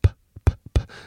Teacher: p is an unvoiced labial plosive because you can't hear the voice